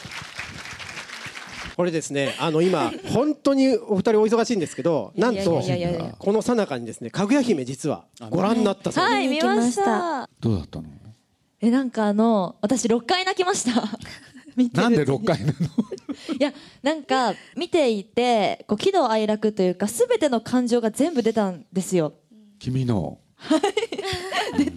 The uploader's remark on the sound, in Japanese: 映画『もののけ姫』のブルーレイの発売記念トークイベントの模様をお送りします。